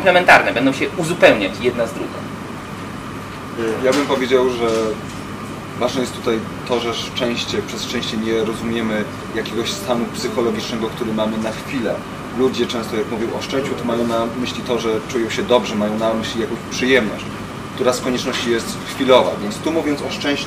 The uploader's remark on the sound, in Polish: Niestety przez naszą nieuwagę w tle nagrania słychać szum klimatyzacji